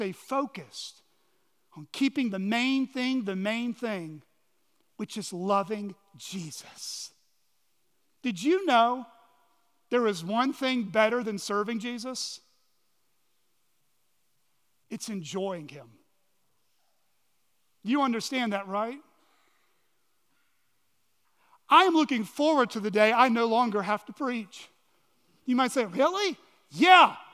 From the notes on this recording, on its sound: on the morning of November 19, 2023, at Chaffee Crossing Baptist Church in Barling, AR.